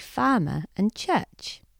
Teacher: I'm a rhotic speaker, as are the majority of Scottish people. The majority of English people today are non-rhotic and say farmer and church. Roll the clock back a few hundred years though, and most English speakers would have said it like me, no matter where they were from or how posh they were.